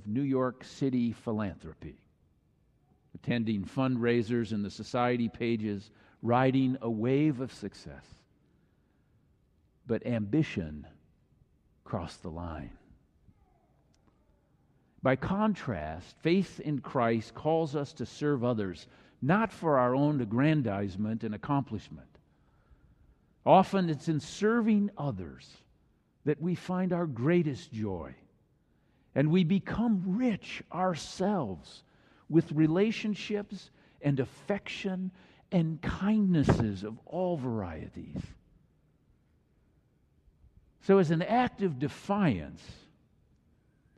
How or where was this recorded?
large echoing room